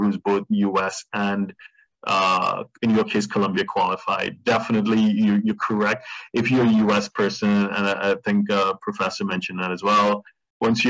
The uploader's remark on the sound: Livestream. For those joining us on Zoom.